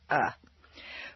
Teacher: the deepest and most relaxed is the neutral schwa, uh.